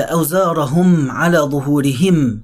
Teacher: الميم الساكنة من حروف التوسط، فبيبقى الزمن بتاعها متوسط شوية بس فيها سكون، فكأن شايل وتقيلش، الشلة تقيلة، أوزارهم على ظهورهم ألا ساء ما يزرون.